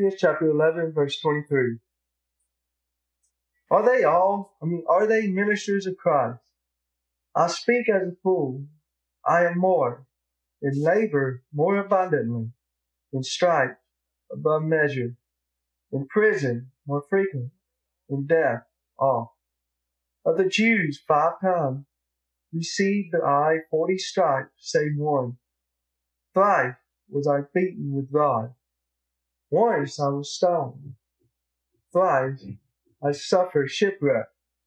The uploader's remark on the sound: Audio Quality is not as good because of technical difficulties with the lapel audio. Used the Choir Mic audio for the sermon.